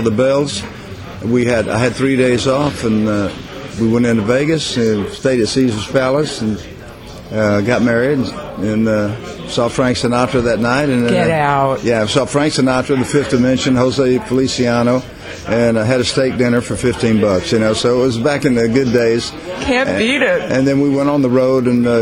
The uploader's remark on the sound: recorded in 2010 from the famed restaurant Lindy's in New York City